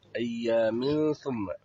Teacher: أيام ثم هذا إخفاء، لأن يعني تنوين وأتى بعدها حرف الثاء، وحرف الثاء من حروف الإخفاء.